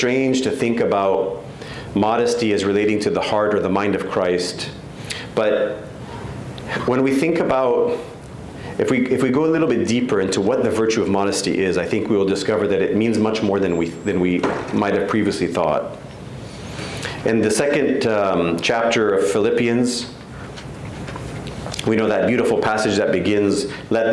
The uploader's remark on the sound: The 4th and final lecture of the 2023 Graduate Youth Retreat.